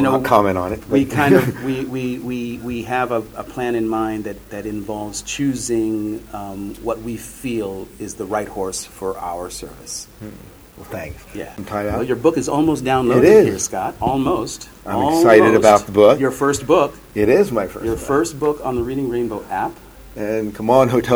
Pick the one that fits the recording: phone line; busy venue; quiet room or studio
busy venue